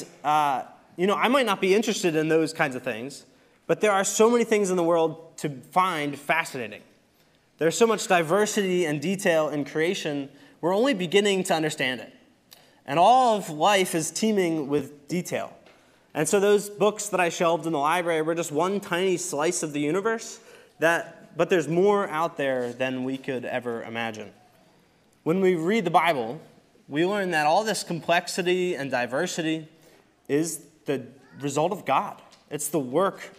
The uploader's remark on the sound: Recorded service from November 26, 2023.